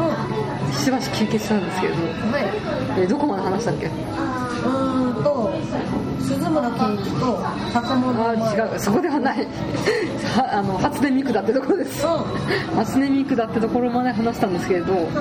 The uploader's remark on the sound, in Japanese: 居酒屋収録なので大変周囲が騒がしいです。